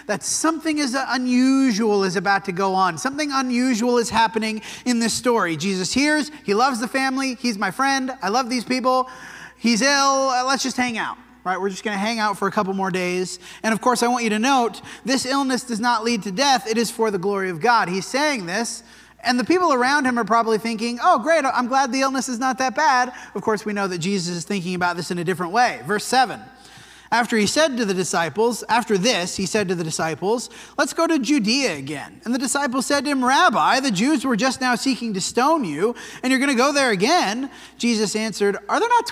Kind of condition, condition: setting, large echoing room